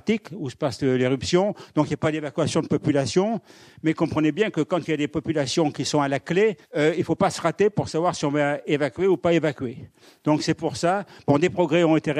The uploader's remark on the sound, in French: Enregistré par RCF Charente le 12 octobre 2022 à l'Université du Temps Libre à Angoulême.